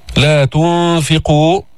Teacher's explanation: إخفاء النون الساكنة عند الفاء